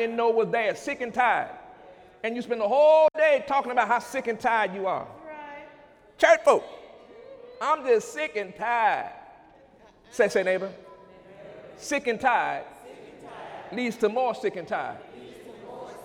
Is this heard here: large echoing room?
yes